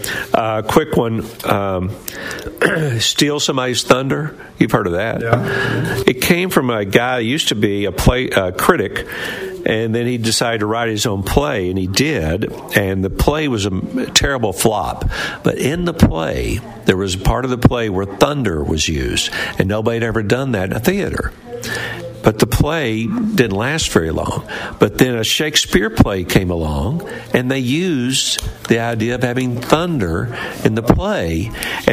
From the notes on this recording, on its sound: LIVE from the Lost Sea in Sweetwater